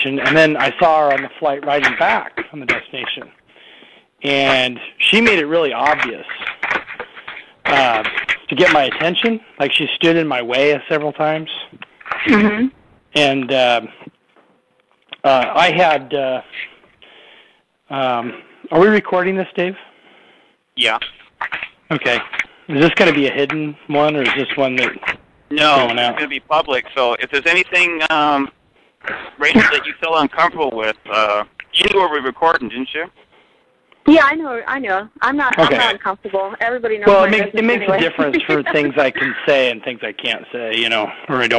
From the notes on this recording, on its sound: This call was recorded